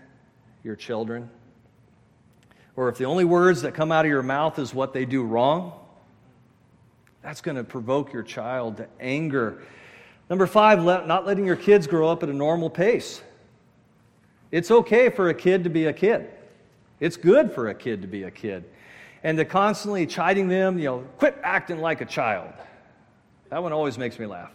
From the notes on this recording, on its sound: at Murrieta Valley Church in Murrieta, California.